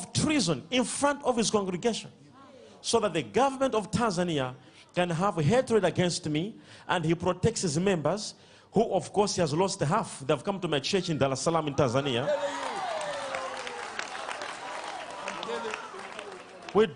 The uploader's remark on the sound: LIVE SUNDAY SERVICE